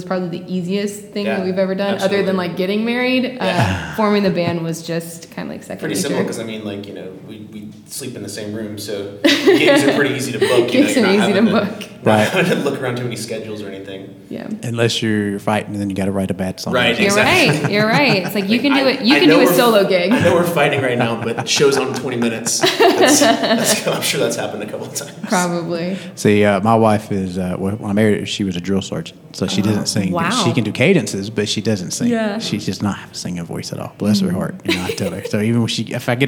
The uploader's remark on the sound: live from the Oakhouse in Canton Ga